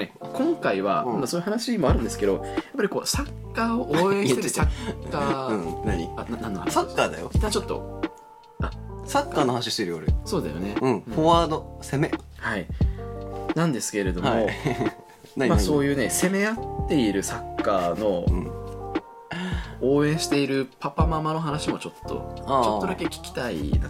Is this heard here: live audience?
no